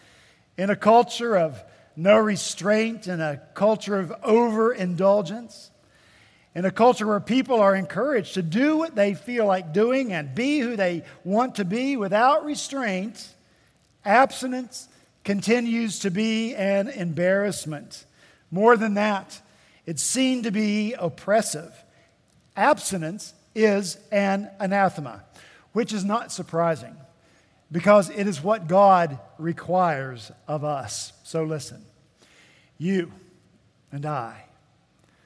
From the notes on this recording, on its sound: At Redeemer Presbyterian Church in Charleston, SC